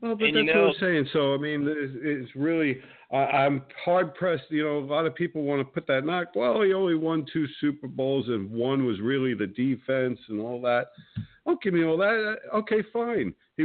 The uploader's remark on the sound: With guest call in expected